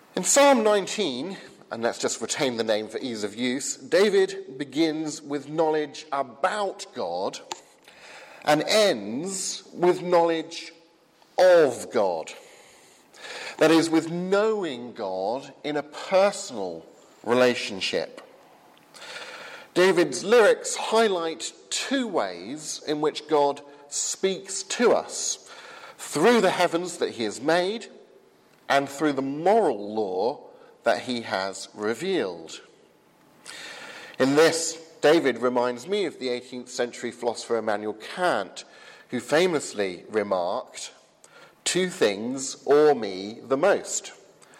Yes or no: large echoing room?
yes